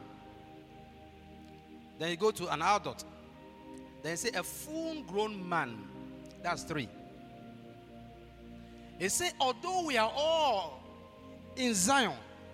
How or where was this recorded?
large echoing room